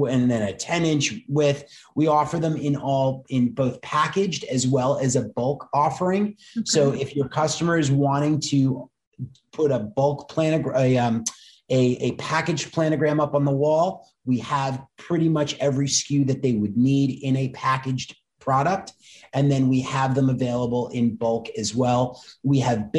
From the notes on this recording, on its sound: Listen in on a very tradeshow like conversation.